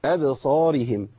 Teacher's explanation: وطبعا أبصارهم الباء مقلقلة